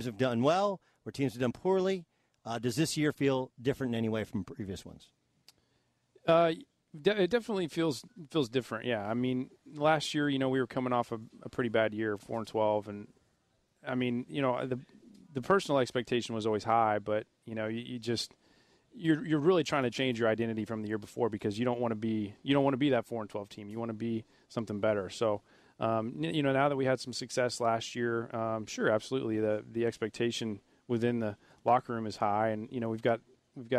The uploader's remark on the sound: broadcasts live from Dallas Cowboys training camp in Oxnard, California